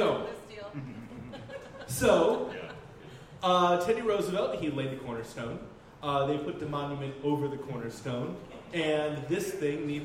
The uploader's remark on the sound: Live at the Jack London Bar